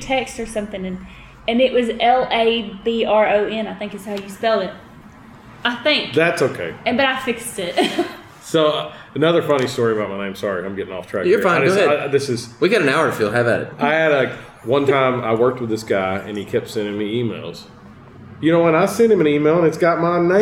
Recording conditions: background noise